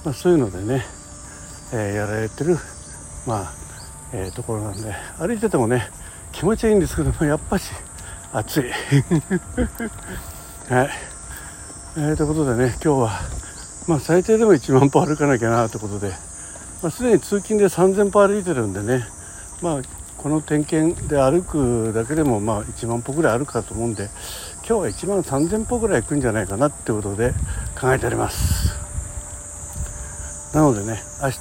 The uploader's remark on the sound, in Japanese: 歩きで施設点検。移動中やることないので収録してます